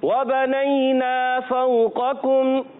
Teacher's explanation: واؤ کی ادائیگی ہونٹوں کی گولائی سے، حرکات کو بغیر کھینچے